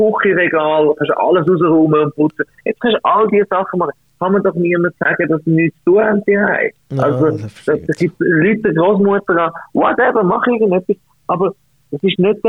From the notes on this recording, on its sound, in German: Die Spezialausgabe mit diversen Gästen am Telefon.